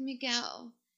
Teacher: she speaks in both a breathy voice and yet with vocal fry